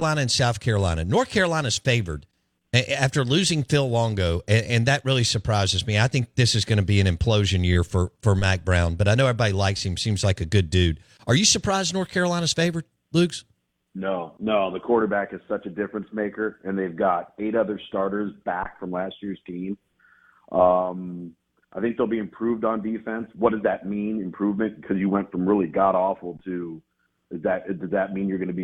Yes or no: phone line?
yes